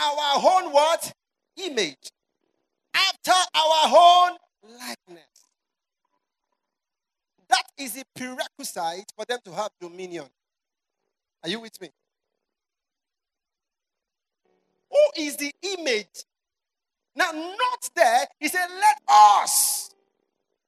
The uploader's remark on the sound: You are listening to sermons from our annual word & worship festival.